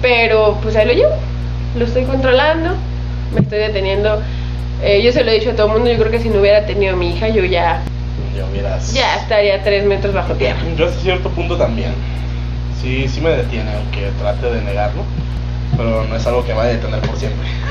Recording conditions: background noise